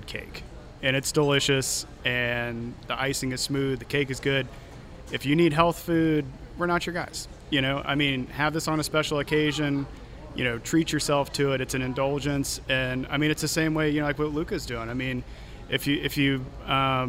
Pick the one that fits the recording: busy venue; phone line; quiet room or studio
busy venue